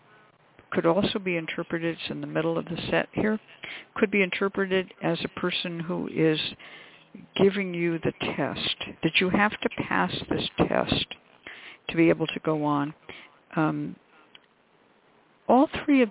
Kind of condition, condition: link, phone line